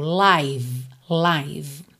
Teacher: O E final também não é pronunciado. Só que esse I aí é o I longo, tá? Com aquele som aberto, como se fosse AI, um ditongo.